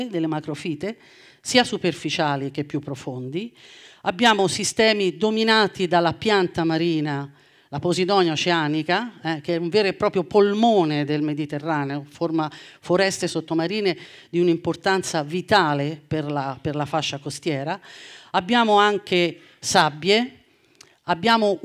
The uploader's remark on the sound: TEDxNapoli. This talk was given at a TEDx event using the TED conference format but independently organized by a local community.